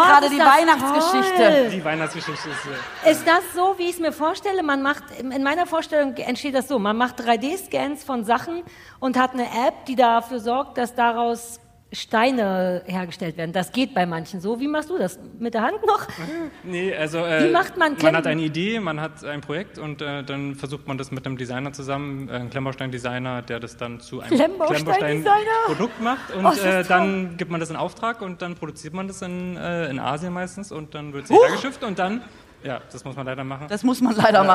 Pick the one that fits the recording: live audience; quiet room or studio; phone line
live audience